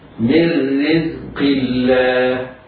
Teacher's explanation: القاف رغم انها مكسورة الا انها مفخمة، ولكنه في ادنى مراتب التفخيم